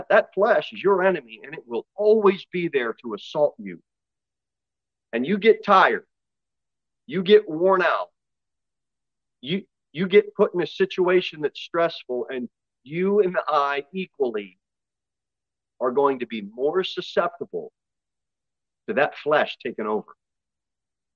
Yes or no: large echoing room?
yes